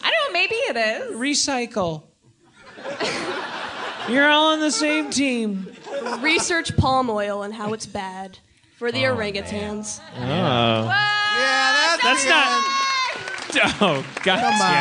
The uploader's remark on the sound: LIVE from Seattle 2014. Live podcast in Seattle to a powerful crowd.